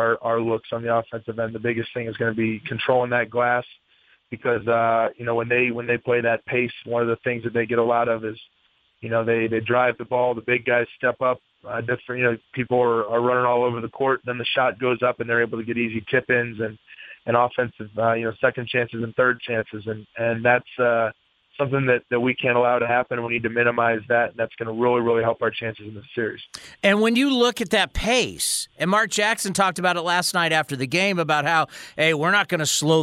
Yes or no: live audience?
no